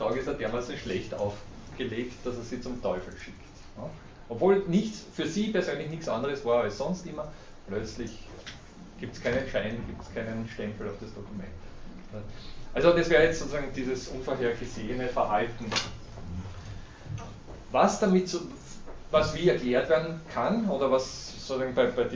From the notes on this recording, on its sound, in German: Diese Vorlesung wurde von Studierenden aufgenommen